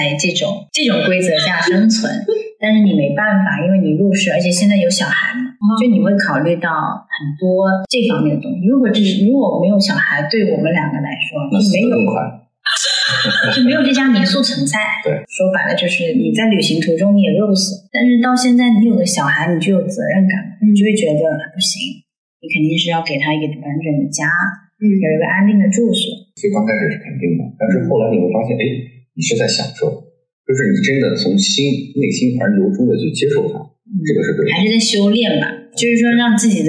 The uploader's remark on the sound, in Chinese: 约这对开民宿的夫妻，临时录了期播客。因为录制空间和设备的问题，本期内容音质不太好，希望你多多包涵。